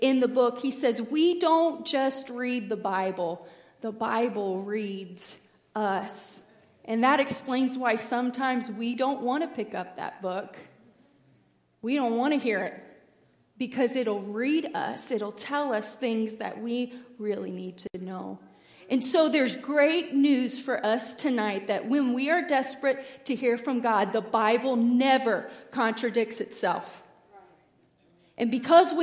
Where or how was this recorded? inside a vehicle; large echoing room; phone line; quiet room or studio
large echoing room